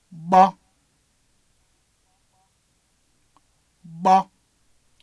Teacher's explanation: an implosive B with very little larynx movement downwards